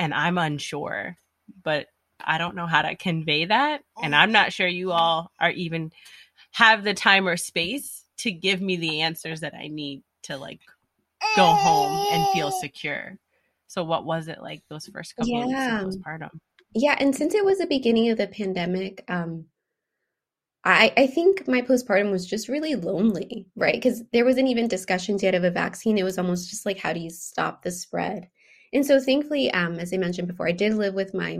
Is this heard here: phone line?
no